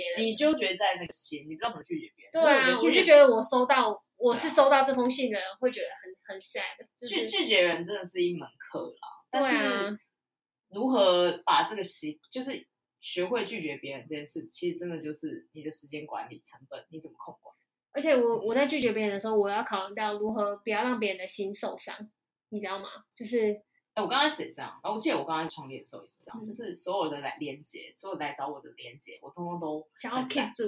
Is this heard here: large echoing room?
no